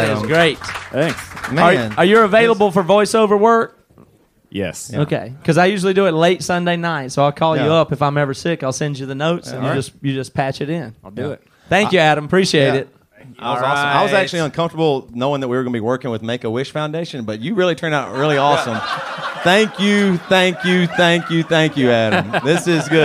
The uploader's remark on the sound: BC LIVE from Indianapolis. We also answer questions from members of the audience.